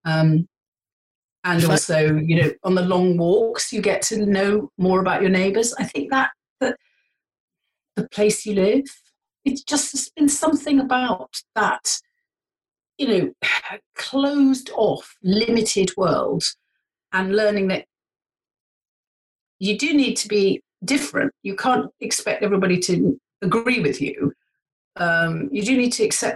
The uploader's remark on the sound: Recorded via Zoom. Studio facilities provided by irishvoiceovers.co.uk.